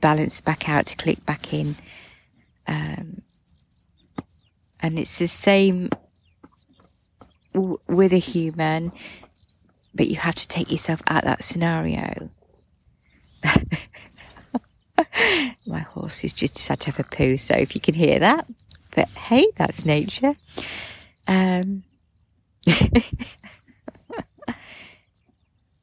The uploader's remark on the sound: A little recording I made this morning while sat with the horses. It was a foggy start but as the mist cleared and lifted from the ground, the sun smiled and the birds began to sing.